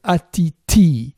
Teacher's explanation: Ô Brahman puis on trouve les deux mots au nominatif atitir, NAMASIAS L'origine de atiti, c'est ati avec un T simple et ti avec un T aspiré. Donc atiti.